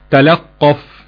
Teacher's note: قرأها الباقون بتشديد القاف وفتحها